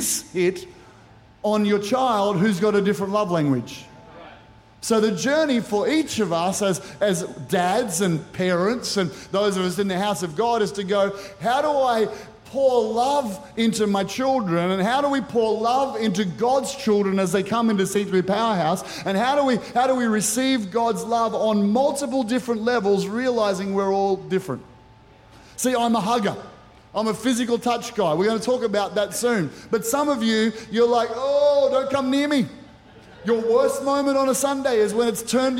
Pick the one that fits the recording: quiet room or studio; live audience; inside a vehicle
live audience